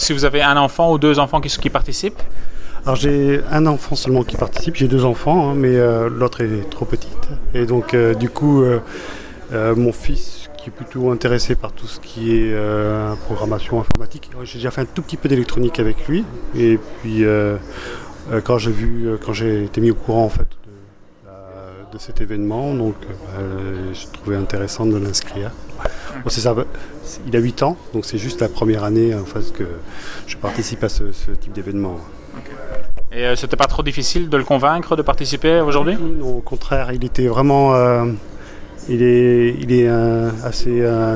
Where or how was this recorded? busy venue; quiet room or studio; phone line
busy venue